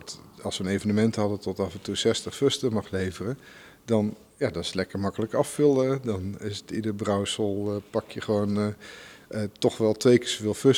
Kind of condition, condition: setting, busy venue